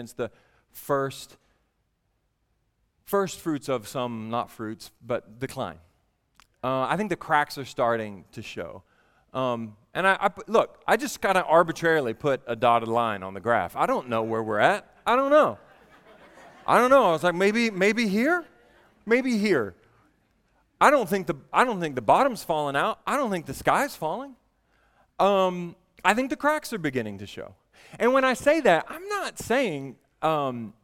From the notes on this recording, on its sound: at the Vineyard Southeast Regional Conference in Pigeon Forge, TN